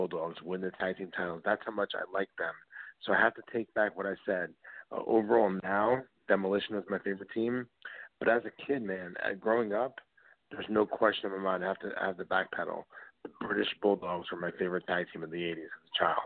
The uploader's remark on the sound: we take your calls LIVE on the air!